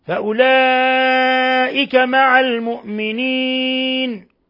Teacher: فأولئك مد متصل ومد من 4 إلى 5 حركات